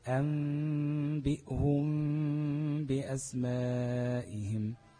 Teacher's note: ما غفلتش شفتي أنبئهم دي كده ميم خالصة مش مخفاة. فأنا هراعي إن يبقى فيه فتحة بسيطة خالص تمام بين الشفتين عشان إخفاء الميم